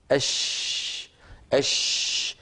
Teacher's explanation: نجد بأن صوت الشين انتشر في الفم، وانتشاره هذا يعطيه قوة ويعطيه حتى قوة في السمع كذلك. عند نطق الشين قد الشفتان تتحركان تحركا قليلا، يعني تحرك طبيعي فطري. · Term: تفشى